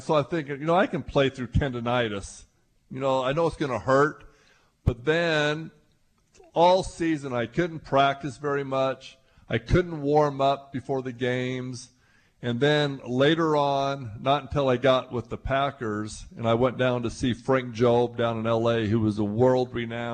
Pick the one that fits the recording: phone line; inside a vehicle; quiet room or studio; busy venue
busy venue